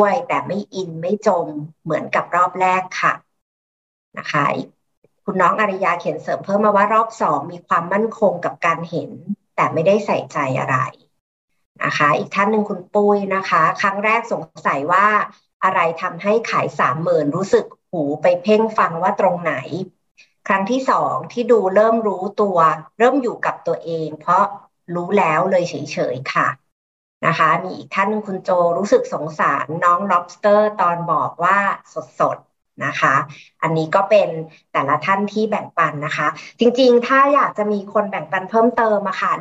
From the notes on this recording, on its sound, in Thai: เป็น 1 ใน 3 คอร์สออนไลน์ (ผ่านโปรแกรม Zoom).